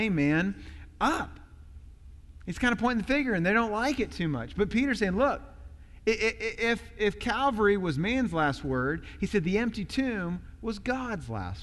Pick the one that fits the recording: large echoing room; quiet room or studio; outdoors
large echoing room